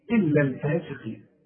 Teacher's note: والقاف في آخر درجات التفخيم